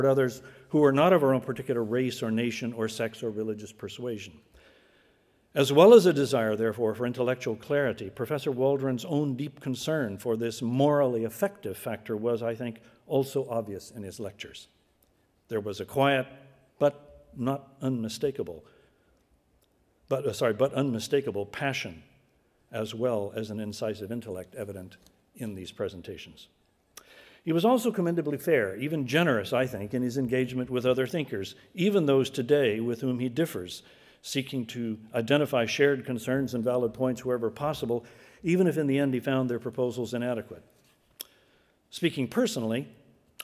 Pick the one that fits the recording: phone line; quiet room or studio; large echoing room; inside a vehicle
large echoing room